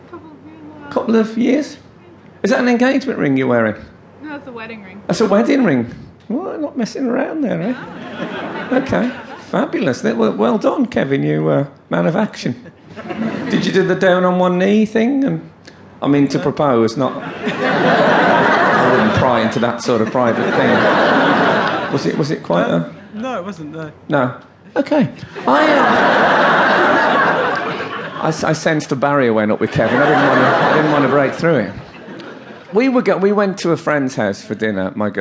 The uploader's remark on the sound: Format: Original Recording. Recorded during his 40 night sell-out run at the Leicester Square Theatre and part of his highly anticipated 2014 tour.